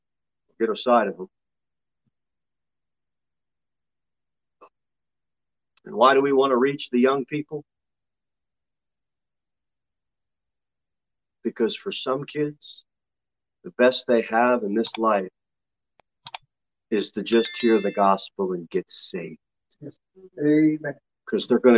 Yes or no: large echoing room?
yes